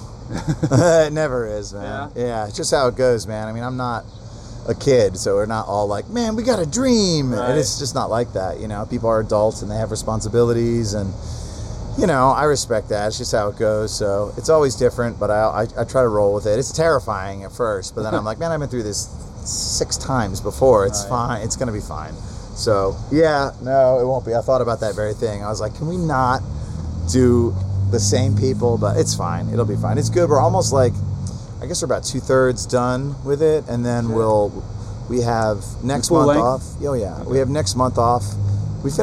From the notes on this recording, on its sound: This was recorded on 8/18/2018 at The Spacebar in Columbus, Oh.